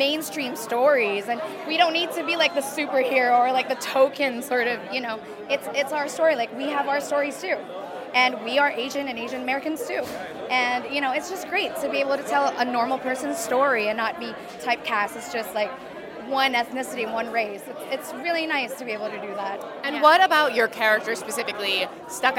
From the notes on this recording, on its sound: We'll take you to the red carpet of the Soho International Film Festival. Soho International Film Festival 2023. We'll take you to the red carpet of the Soho International Film Festival.